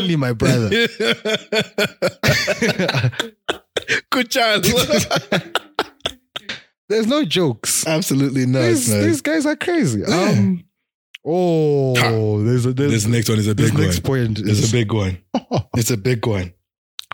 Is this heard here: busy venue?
no